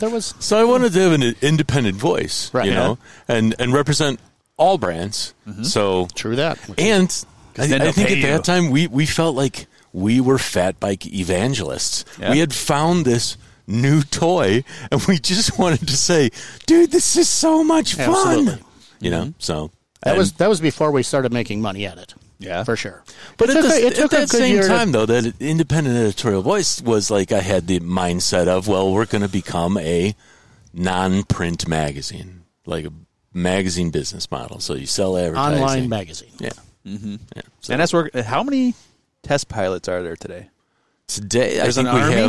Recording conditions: outdoors